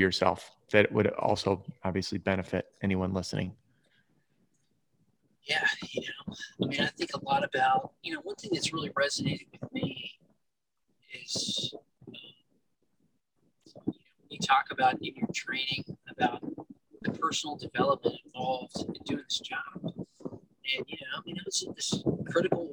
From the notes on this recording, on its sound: I apologize about the audio quality.